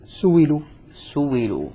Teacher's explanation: أبدل الهمز المكسور بعد الضم واوا